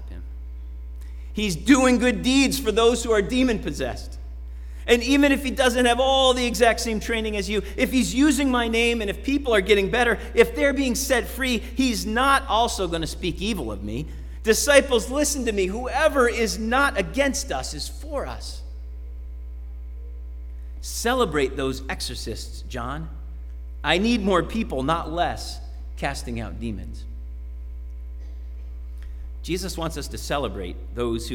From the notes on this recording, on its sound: Sermon preached at RCHP on September 26, 2021.